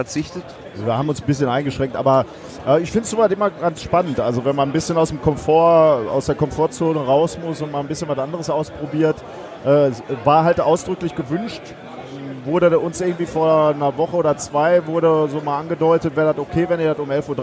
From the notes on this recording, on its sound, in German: SEG042 34C3 - Tag 3. Technischer Hinweis: Das Rohmaterial wurde versuchsweise mit unterschiedlichen auphonic-Varianten nachbearbeitet. Letztlich ist aber auch dieser “Soundveredler” an seine Grenzen gekommen, da die Area einfach sehr, sehr voll mit sehr, sehr lebendigen UND LAUTEN Menschen war.